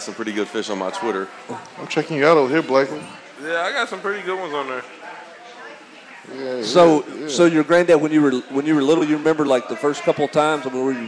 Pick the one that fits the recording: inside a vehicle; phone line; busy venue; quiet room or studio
busy venue